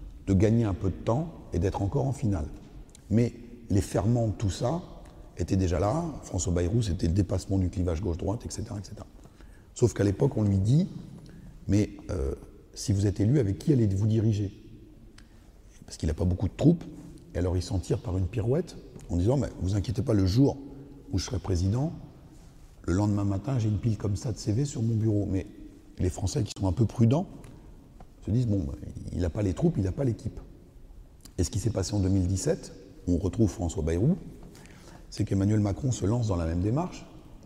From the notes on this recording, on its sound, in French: Une conférence organisée par la librairie Jean Calvin et l'Église protestante unie de l'Etoile.